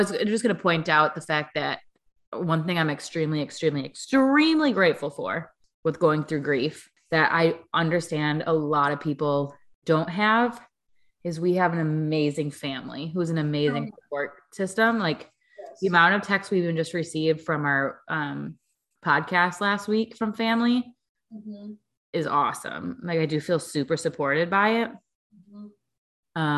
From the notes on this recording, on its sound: This is our first virtual podcast, so we promise the audio will be better going forward.